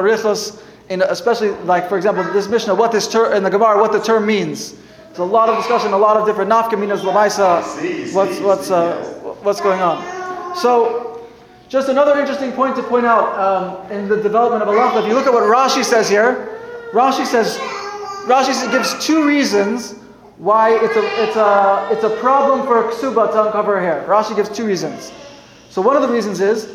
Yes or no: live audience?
yes